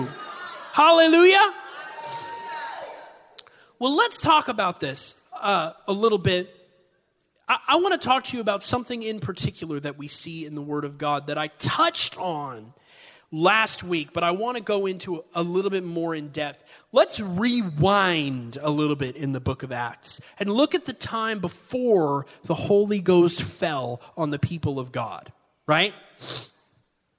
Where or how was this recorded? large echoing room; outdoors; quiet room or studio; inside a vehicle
large echoing room